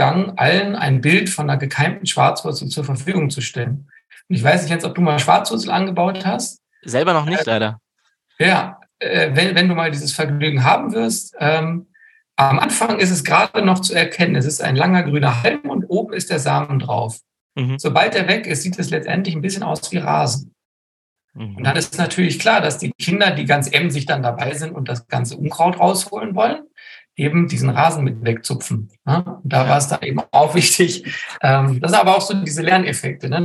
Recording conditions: video call